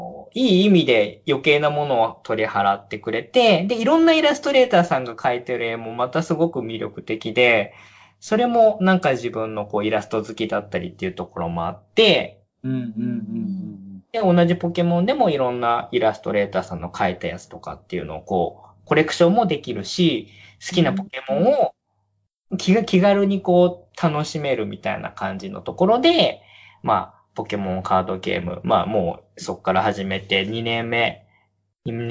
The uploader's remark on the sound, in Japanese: 何かとお聞き苦しいところもあるかと思いますが。